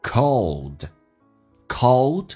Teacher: 当然 cold 的 D 可以不发音